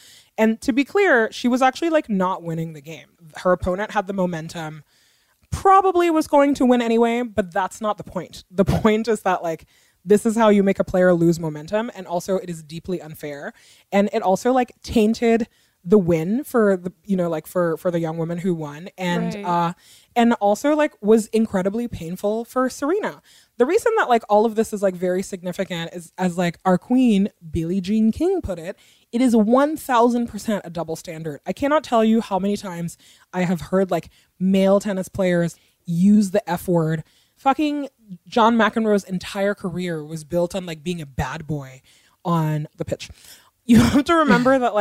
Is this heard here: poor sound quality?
no